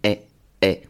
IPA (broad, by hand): e